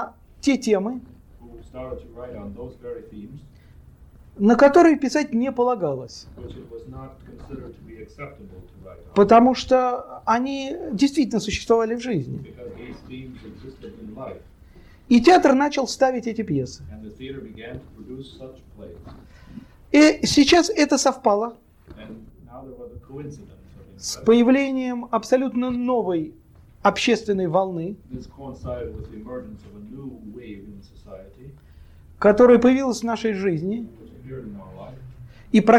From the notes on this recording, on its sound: delivered at the University of Kansas on April 2, 1987 as part of the Russian Writers in Residence program.